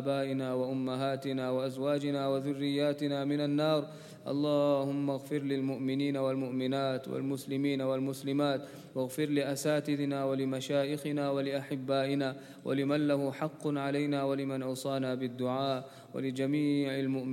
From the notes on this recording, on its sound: at the Houghton Masjid (West Street)